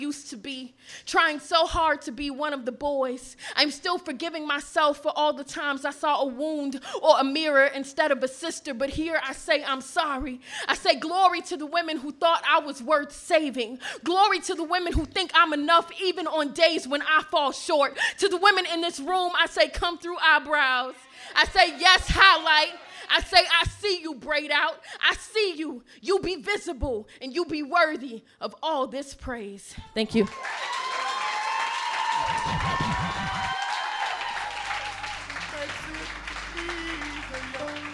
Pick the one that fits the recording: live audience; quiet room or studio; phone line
live audience